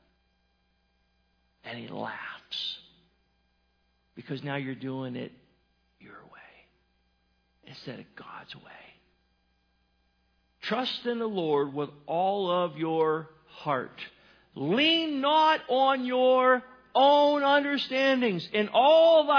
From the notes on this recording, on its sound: Sermon was recorded February 25, 2018 at Northside Baptist Church of Elkhart, Indiana